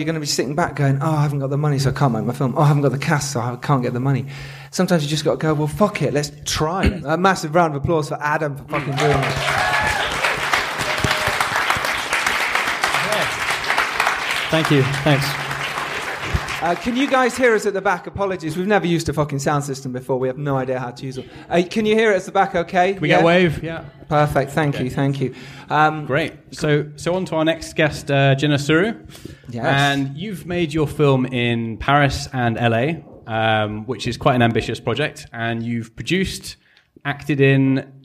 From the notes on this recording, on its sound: LIVE recording of the first ever #MakeYourFilm event!!